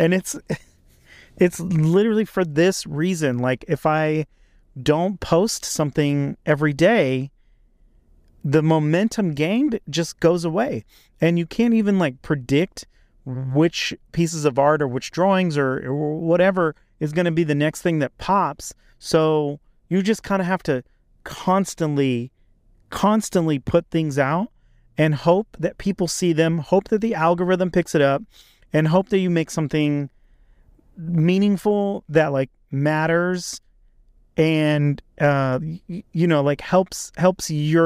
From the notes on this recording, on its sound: In this episode, I recorded in my car